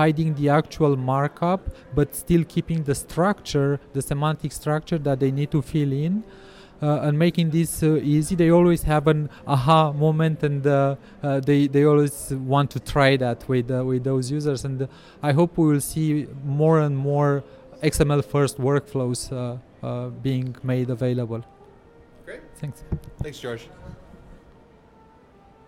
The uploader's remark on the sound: Interviews attendees and vendors at LavaCon 2018.